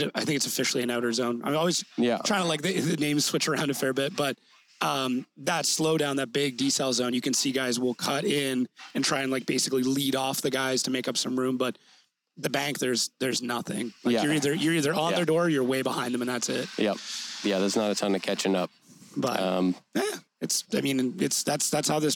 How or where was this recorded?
busy venue